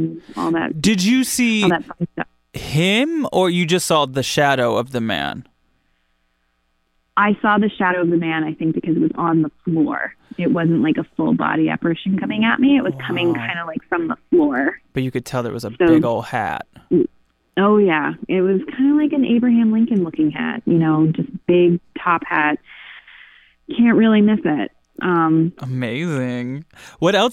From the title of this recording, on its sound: Listener Phone Call Extravaganza